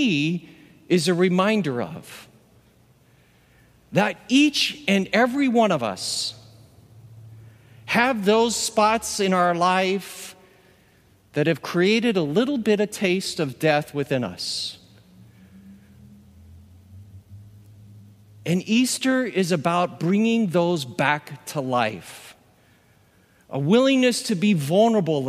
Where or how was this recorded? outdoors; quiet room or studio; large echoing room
large echoing room